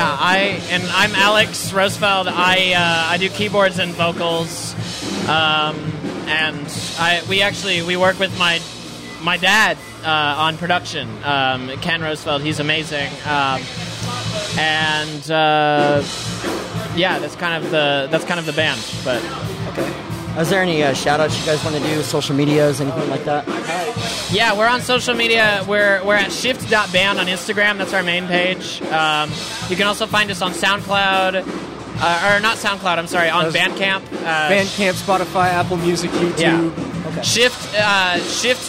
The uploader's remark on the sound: Live at Grand Royale. It was an enjoyable experience to chat with these talented individuals while we conversed outside, accompanied by the energetic performances of various bands inside. I would like to extend my gratitude to the Grand Royale for graciously allowing me to set up and record an episode at their establishment.